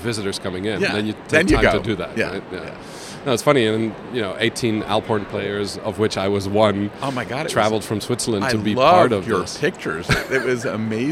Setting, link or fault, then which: setting, busy venue